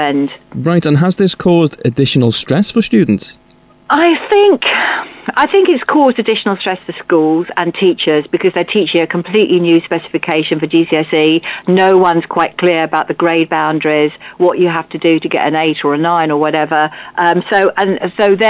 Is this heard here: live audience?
no